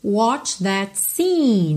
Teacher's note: É um E compridinho aí. Mesmo sendo um E só, o som aí é como se fossem dois E's, tá?